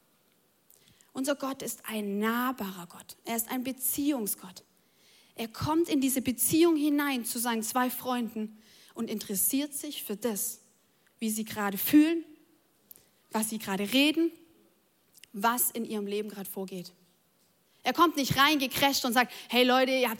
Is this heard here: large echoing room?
yes